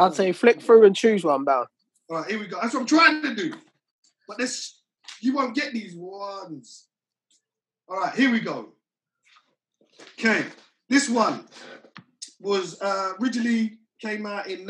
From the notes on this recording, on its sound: recorded this weeks podcast via a zoom call